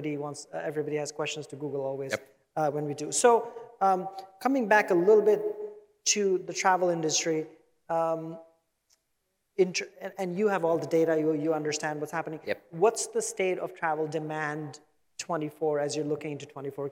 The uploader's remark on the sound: on stage in Dubai at Skift Global Forum East this December